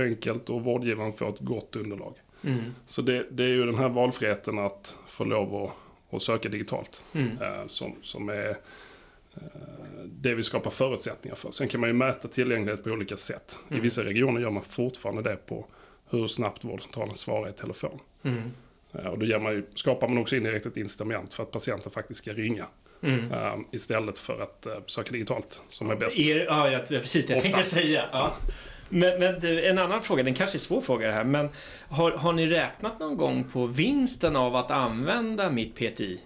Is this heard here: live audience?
no